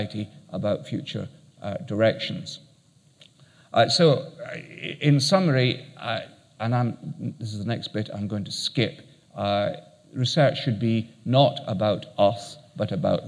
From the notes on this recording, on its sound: Keynote at SRHE Annual Research Conference 2017.